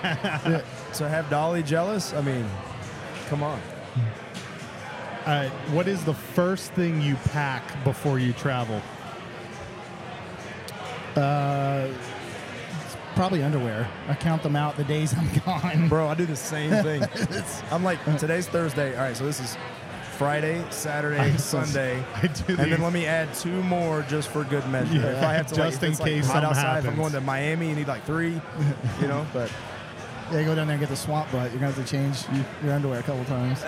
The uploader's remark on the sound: This is the first of three episodes recorded at Xul Beer Company during the weekend of their Kill The Lights festival.